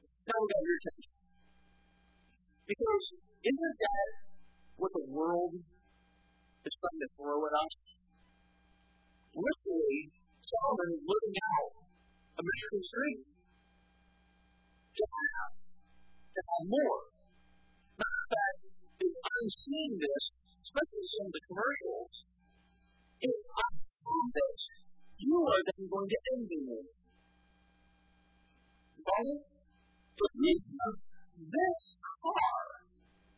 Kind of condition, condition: setting, large echoing room